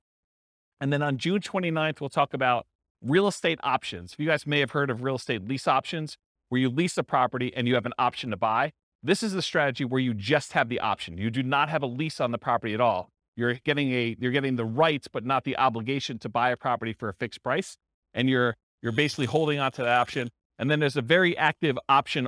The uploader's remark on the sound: This was a live class recorded